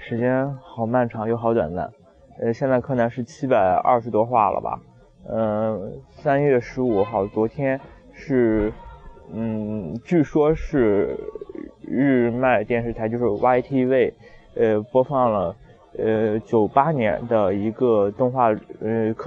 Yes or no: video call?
no